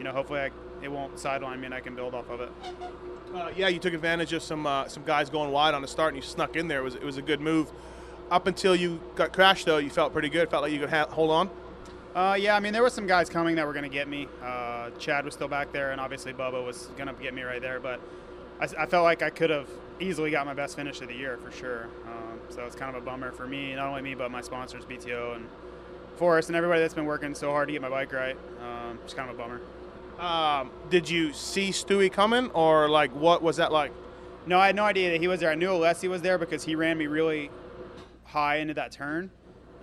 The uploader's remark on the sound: Post race interviews from Houston